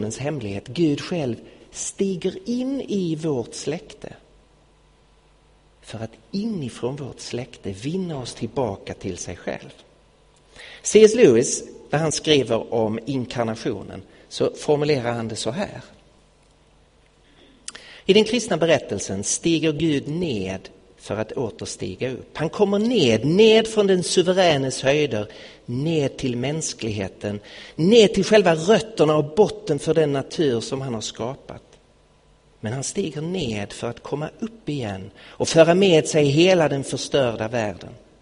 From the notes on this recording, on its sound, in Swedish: Inspelad i Betlehemskyrkan i Stockholm 2016-01-31.